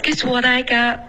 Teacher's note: Guess what I got 重音要放在 I 不是 got